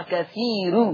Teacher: قرأ ورش بترقيق الراء وصلا في لفظ كثير، لأن الراء مضمومة مسبوقة بياء فيقرأ كثير.